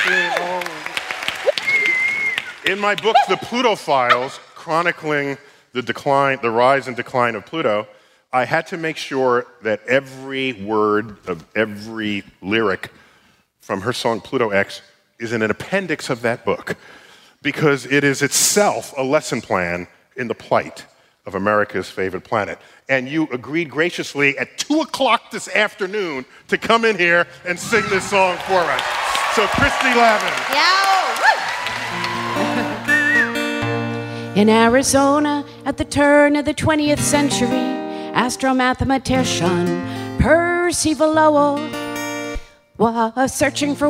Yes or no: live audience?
yes